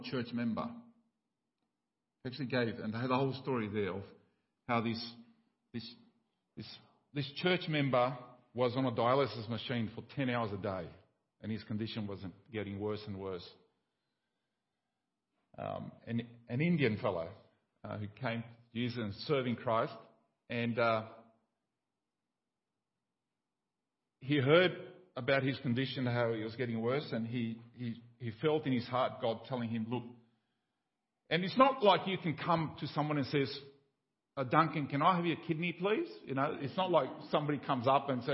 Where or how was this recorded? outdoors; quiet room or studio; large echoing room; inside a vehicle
large echoing room